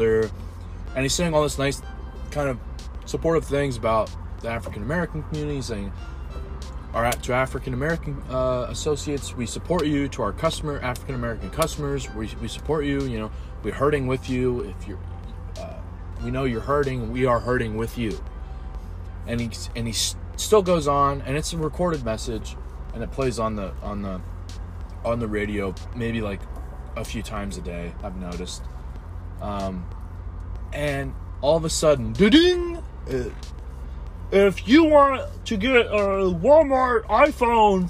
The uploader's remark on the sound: I sit in my car on my lunch break and eat my lunch